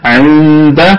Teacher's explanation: عند الله، عند الله الكلمة كلها مرققة والنون ساكنة إخفاء حقيقي بغنة